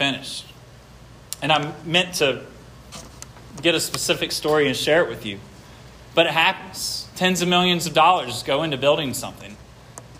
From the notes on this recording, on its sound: This sermon was preached at Hope Fellowship